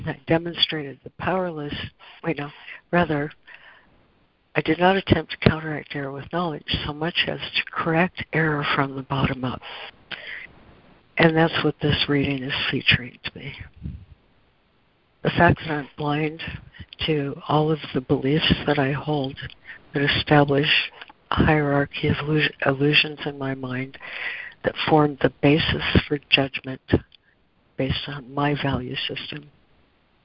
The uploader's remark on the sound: ACIM Daily Conference Call